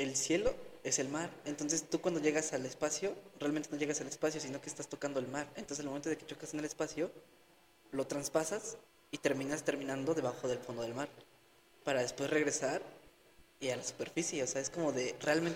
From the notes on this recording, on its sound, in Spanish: Disculpen las fallas de origen en el audio recuerden somos un podcast amateur.